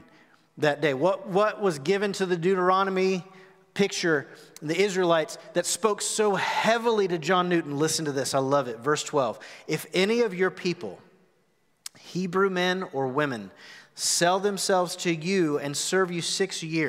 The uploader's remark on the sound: Recorded live at The Fellowship on March 21, 2021.